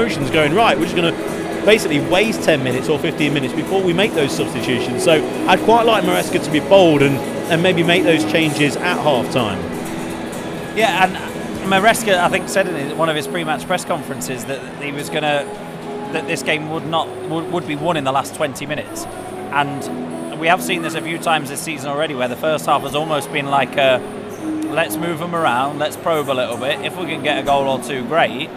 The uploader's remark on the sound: Live at the King Power as Leicester beat Preston 3-0 to sit top of the Championship.